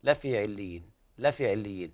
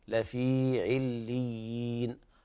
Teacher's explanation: بعض الناس يقرأ لحنا لفي عليين لفي عليين هكذا، طبعا هذا خطأ، والصواب إثبات حرف الياء يمد مقدار 2 حركات · Shown in: second take · لفي عليين. وهنا أيضا لابد من تمكين المد في الياء الأولى، لفي عليين.